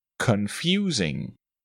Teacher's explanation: Confusing starts with a schwa sound, then a long U sound, and a short I sound.